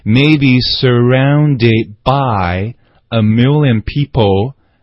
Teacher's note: 就是这 surrounded，它这个最后一个的音哈，它是爆破音，它的在这里句子当中就没掉了